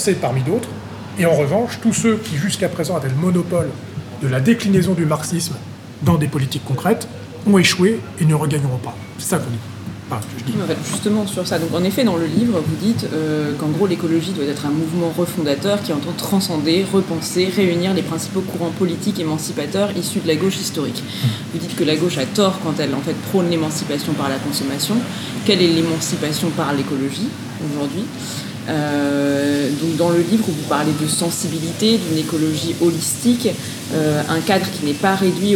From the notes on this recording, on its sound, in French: enregistré dans un café parisien